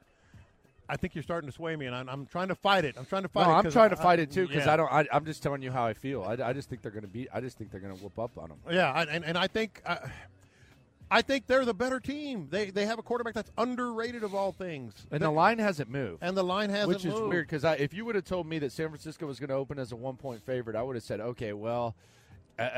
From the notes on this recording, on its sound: Live from Radio Row